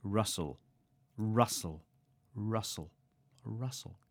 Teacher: And in pronunciation, the T is silent, so it's rustle.